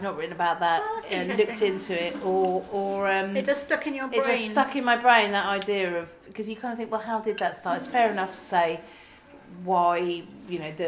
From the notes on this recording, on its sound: Today’s podcast was recorded on Gressenhall Farm and workhouse’s Apple Day, which we were delighted to be part of, representing Norfolk Folklore Society in the farmhouse kitchen. From the kitchen table we offered people a host of apple folklore and it was lovely to welcome so many people and to hear their own folklore and ghost stories.